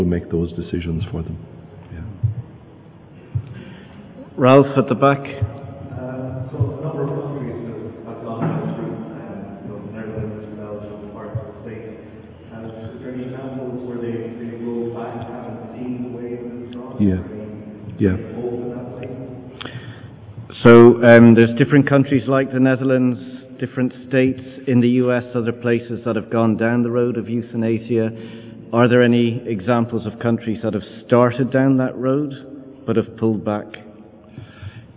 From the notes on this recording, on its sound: responds to audience questions